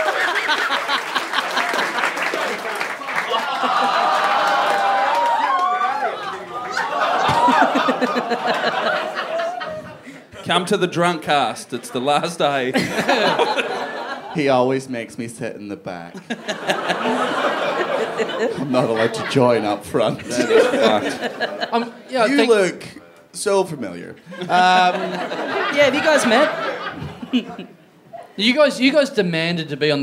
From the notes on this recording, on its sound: Recorded LIVE at Heya Bar in Brisbane on March 18, 2017.